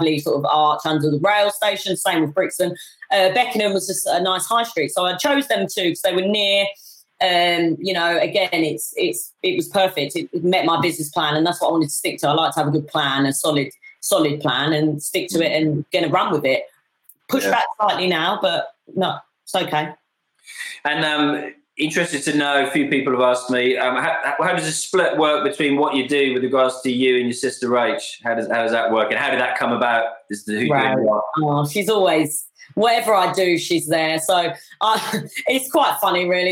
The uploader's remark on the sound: instead she joined me for this live webinar